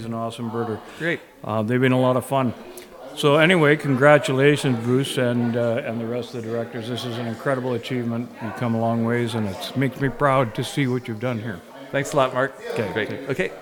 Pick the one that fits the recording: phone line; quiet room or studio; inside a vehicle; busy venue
busy venue